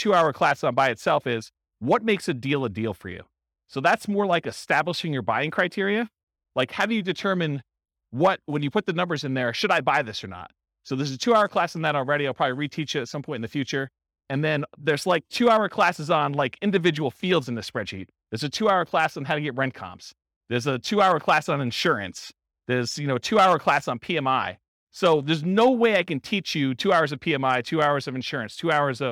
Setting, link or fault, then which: setting, live audience